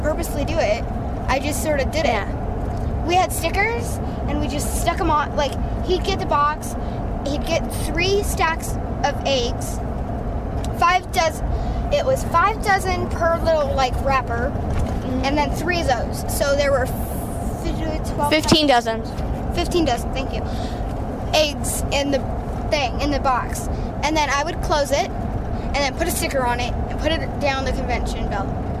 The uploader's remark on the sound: Hickman's Egg Farm, Life at Eleven on Location Live